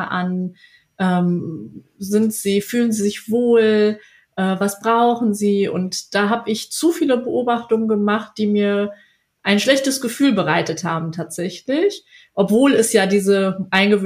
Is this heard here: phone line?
no